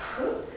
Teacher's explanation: trebuie să pronunțați în P aspirat, este bilabial